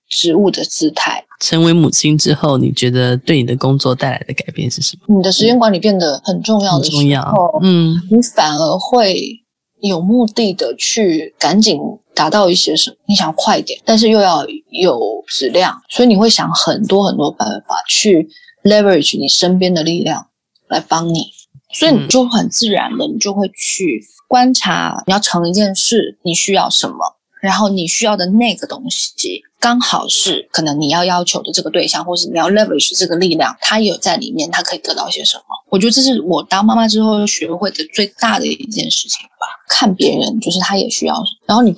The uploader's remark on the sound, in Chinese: 本集訪問有點現場環境音，還請見諒